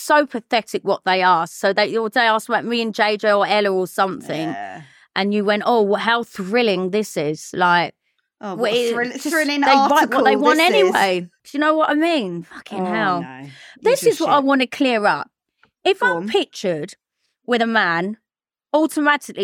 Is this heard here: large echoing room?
no